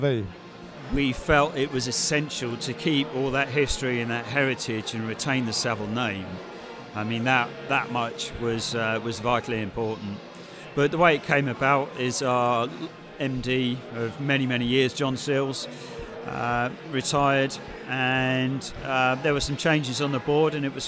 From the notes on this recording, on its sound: On December 12th 2019 we held the year’s final AVCF symposia series at 1 Wimpole St during the after party